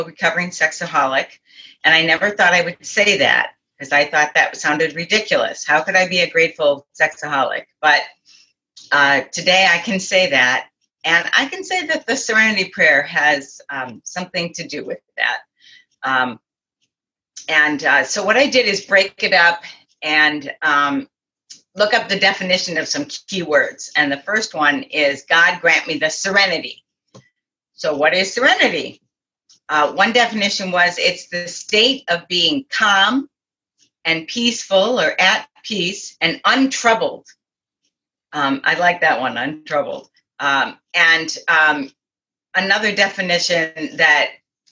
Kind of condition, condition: link, video call